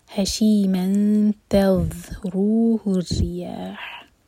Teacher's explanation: اخفا کریں گے تا کے لیے، نون کی آواز کو چھپائیں گے اور دو سیکنڈس کا ٹائم دیں گے